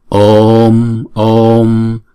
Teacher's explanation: Chữ O là diphthong cho nên chúng ta đọc hai nhịp.